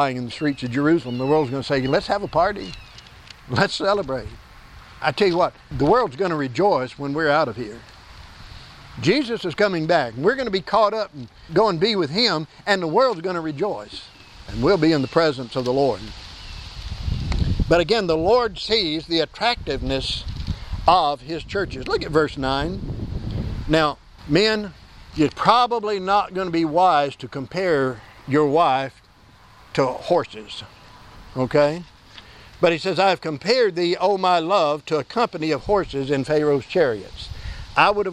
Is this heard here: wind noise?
yes